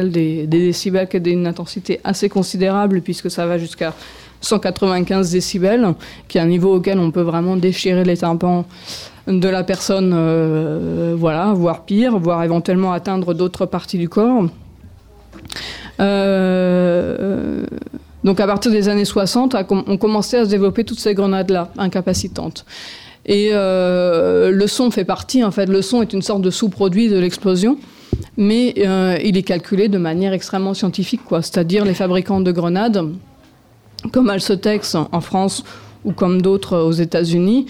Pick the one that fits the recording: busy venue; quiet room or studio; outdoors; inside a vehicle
busy venue